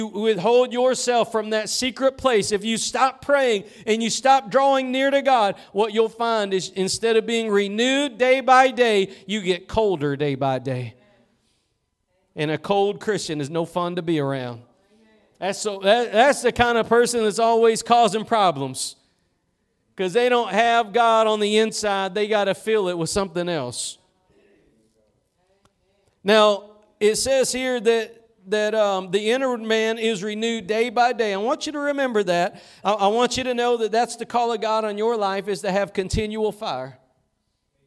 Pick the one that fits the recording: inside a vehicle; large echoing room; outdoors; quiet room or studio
large echoing room